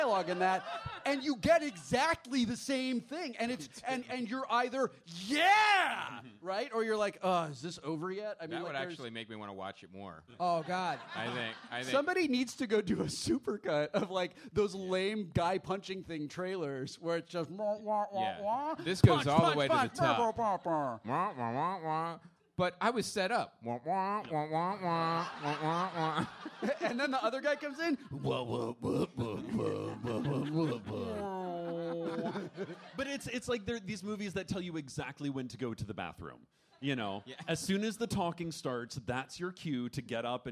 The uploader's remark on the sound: Live from LA Podfest. Live from 2016 LA Podcast Festival.